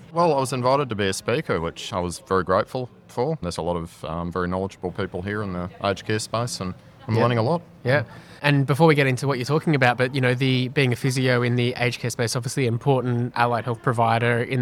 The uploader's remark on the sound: Earlier in the year Talking HealthTech was a supporting partner at the 4th Annual Aged Care Tech Summit 2022 in Sydney. During the event we were doing our thing, catching up with speakers after their sessions and recording quick conversations.